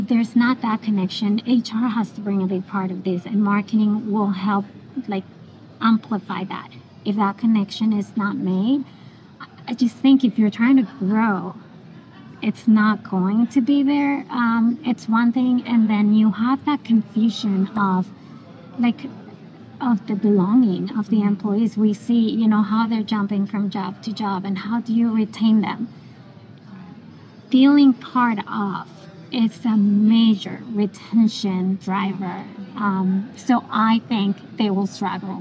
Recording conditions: busy venue